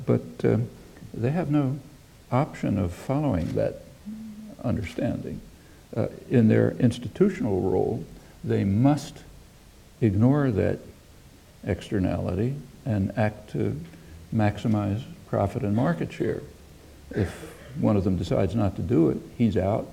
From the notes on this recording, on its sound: UCL Rickman Godlee Lecture 2011